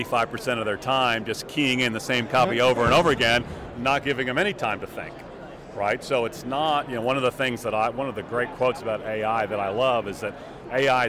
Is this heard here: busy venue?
yes